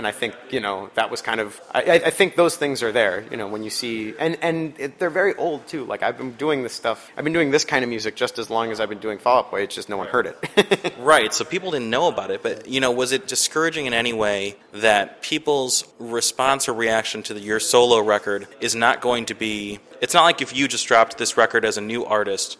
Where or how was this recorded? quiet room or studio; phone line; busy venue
busy venue